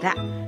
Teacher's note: 舌の先を反らせて上の顎の下の先を当てて発音する